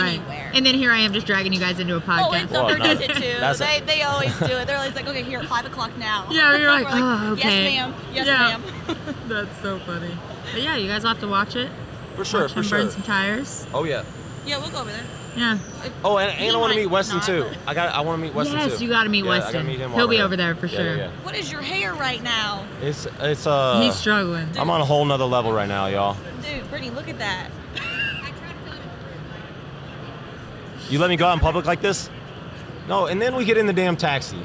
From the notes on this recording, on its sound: We took over the Renegade Products booth to record a couple of podcasts. The eight trucks we brought to SEMA 2023.